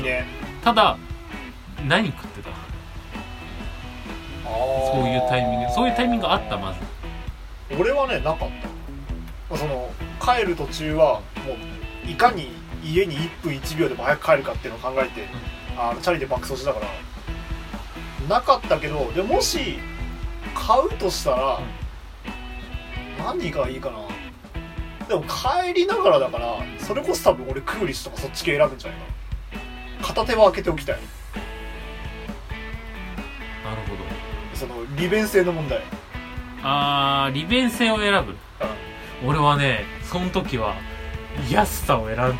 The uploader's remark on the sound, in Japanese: 録音機材：iPhone7